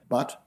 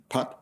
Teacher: non-vocalic rather than vocalic, consonantal rather than non-consonantal, diffuse rather than compact, grave rather than acute, oral rather than nasal, lax rather than tense · Shown in: first take · interrupted rather than continuant. Whereas the P phoneme has all · Term: phoneme B